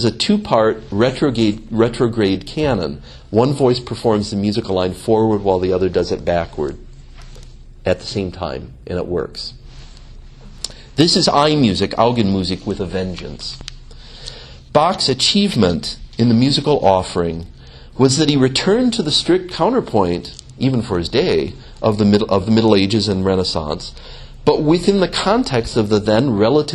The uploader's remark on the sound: gave a lecture as part of the Beato Fra Angelico Fine Arts Series